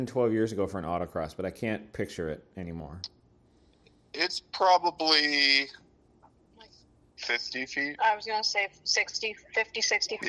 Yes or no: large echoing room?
no